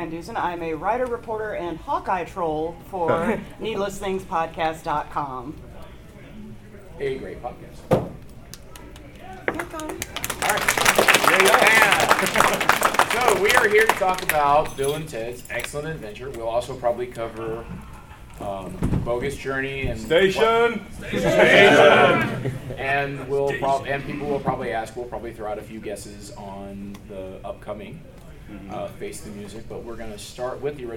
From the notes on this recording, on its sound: Dragoncon 2019. We take a step back into time and observe a panel from a bygone age of maskless, in-person convention gathering.